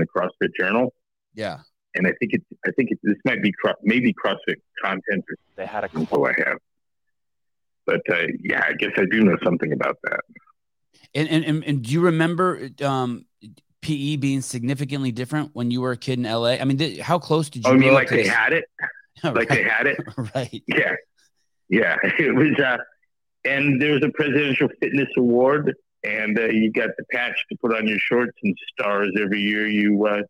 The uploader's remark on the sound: Live Call